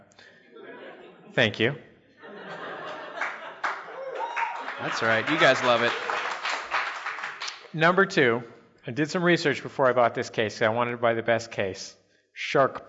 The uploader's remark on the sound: live in Seattle with the Monsters of Podcasting